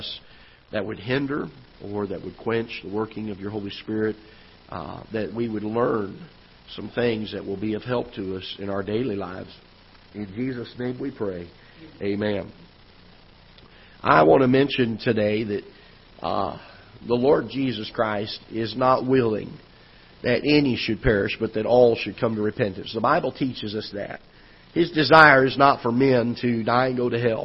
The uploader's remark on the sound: Ketha Heights Baptist Church ~ Live Broadcast